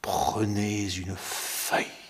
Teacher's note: cet impératif avec une attaque d'occlusive sourde, p, et de la roulante r, ce preux de prenez si masculin, si fier, comme le nez preux de Cyrano.